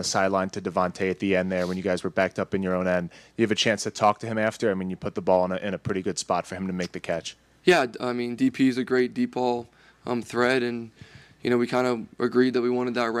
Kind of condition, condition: setting, busy venue